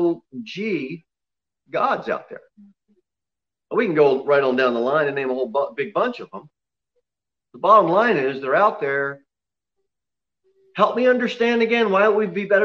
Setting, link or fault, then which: setting, large echoing room